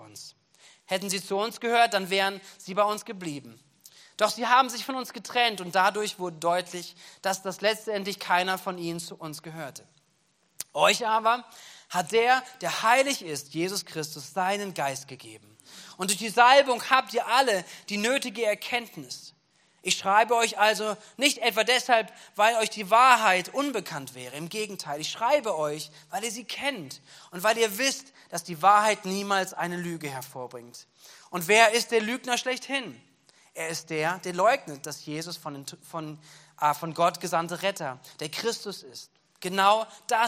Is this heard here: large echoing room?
yes